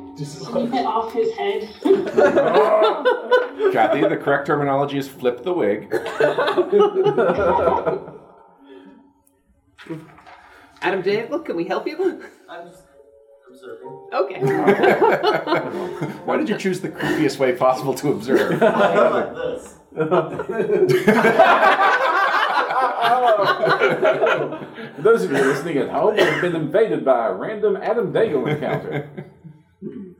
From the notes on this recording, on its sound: Recorded live at PaizoCon 2018!